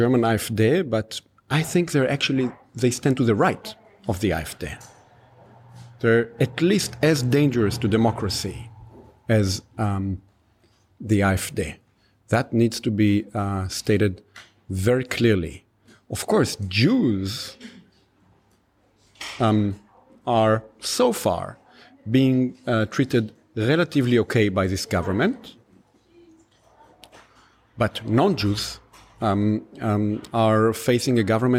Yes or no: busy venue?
yes